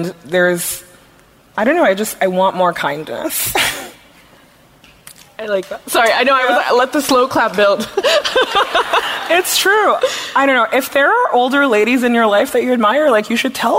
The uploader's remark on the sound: From our live show in Los Angeles.